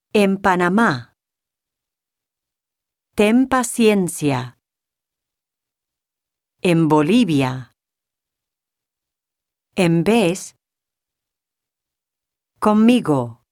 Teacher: Before the letters P, B, V, and M, the letter N is pronounced as M.